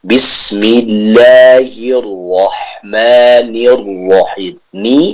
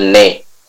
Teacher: Jadi bukan ne, bukan bismillahirrahmanirrahim, tidak, tapi harus tetap dibaca dengan kasrah yang sempurna, yaitu pada logat i · Shown in: first take